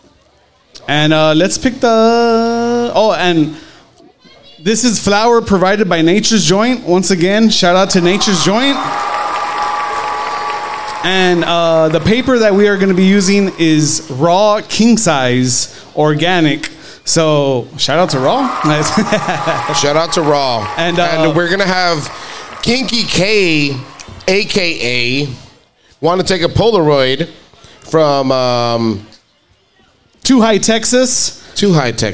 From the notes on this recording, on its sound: We are live from The Landmark on Tower for our live 420 event. We try some beers, talk to guests and have some contests.